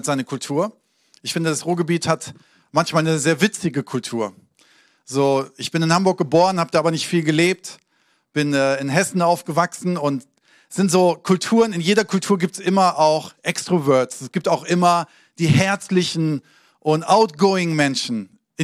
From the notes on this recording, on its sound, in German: Sonntagspredigt aus dem Standort Bochum.